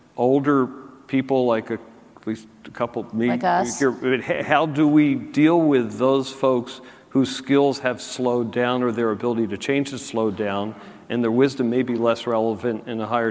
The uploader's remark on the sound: A panel discussion from the 2019 National Multifamily Housing Council Meeting.